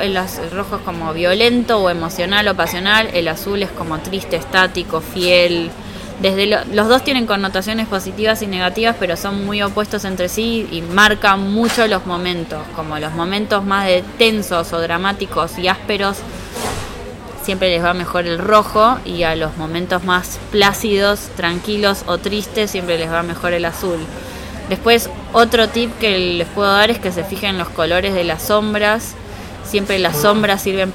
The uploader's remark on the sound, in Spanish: nos encontramos a tomar un café en la Gcomics Meetup #10